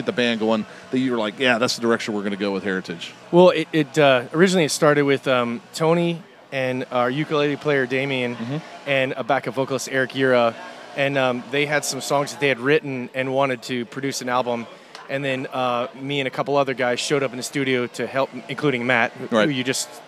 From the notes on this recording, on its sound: They dropped a new tune live on us. Taped live at The 30A Store in Gulf Place, FL.